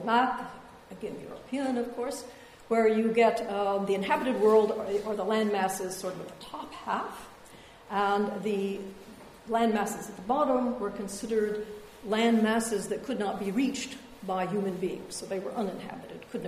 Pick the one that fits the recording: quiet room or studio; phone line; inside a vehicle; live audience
live audience